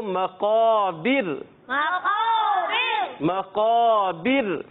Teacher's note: عرف مستعلیہ کے بعد والا الف جو ہے وہ موٹا ہو جائے گا